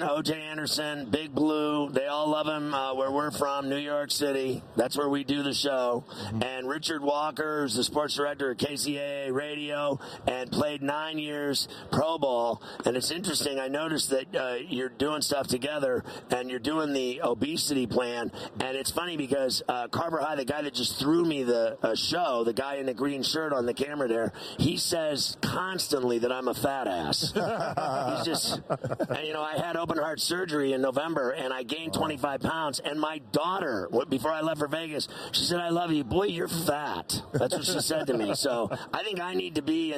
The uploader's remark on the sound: Live from Radio Row in Las Vegas as he prepares for Super Bowl LVIII!